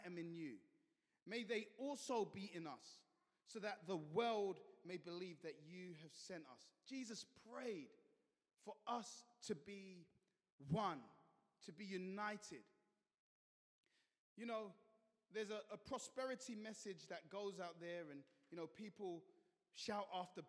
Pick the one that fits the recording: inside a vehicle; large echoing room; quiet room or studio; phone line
large echoing room